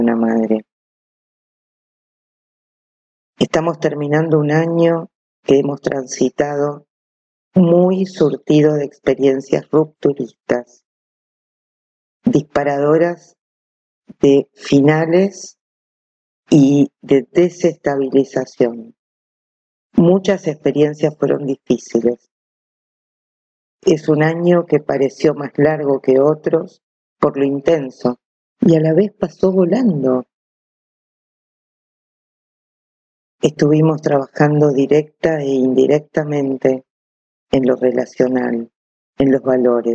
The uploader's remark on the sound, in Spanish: Ante todo un LO SIENTO gigante, audio muy sucio. Elegí publicar igualmente, no llegamos a tiempo para regrabar.